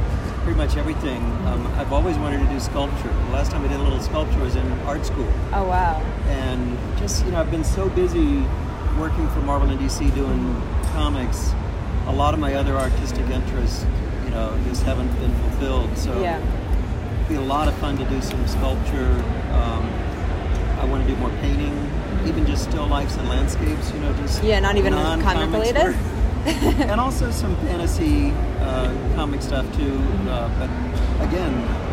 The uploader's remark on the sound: recorded this interview the Geek Chic Elite back in May 2018 at Wizard World Philadelphia